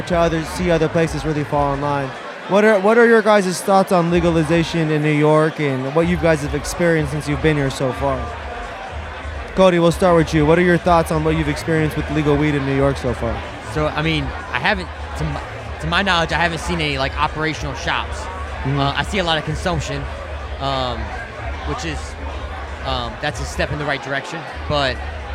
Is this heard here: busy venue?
yes